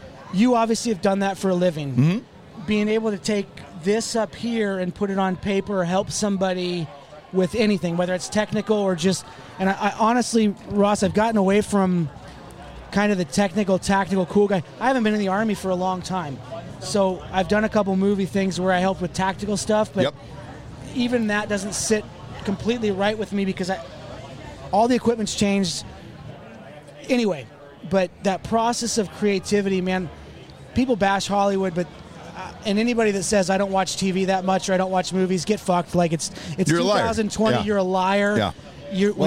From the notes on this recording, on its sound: live from a suite in FedEx field at the Washington Redskins game